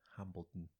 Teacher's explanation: So that one, it's near Hambledon Hill, but I have a problem saying Hambledon, where I can't quite reopen my soft palate to pronounce the last bit